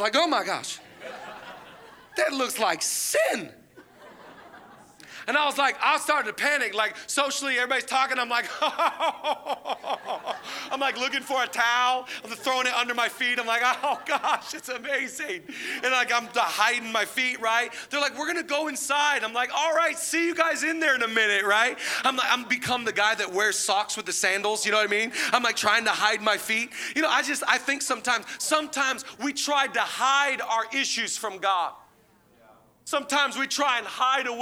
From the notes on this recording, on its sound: Zoe Church LA. Live from the El Rey Theater.